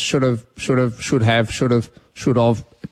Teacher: we've contracted have to of, and of, the way we say it, just should have, should have, should have, should of, it sounds the same.